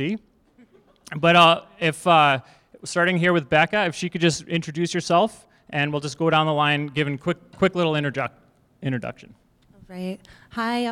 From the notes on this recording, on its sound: This panel was the perfect way to celebrate #bellletstalk. We were honoured to be a part of the day and for our first “live podcast” recording, it turned out great!